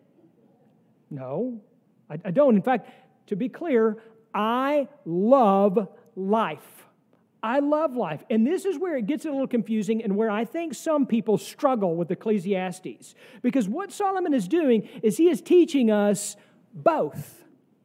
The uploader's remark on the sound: sermon from our worship service on October 1, 2023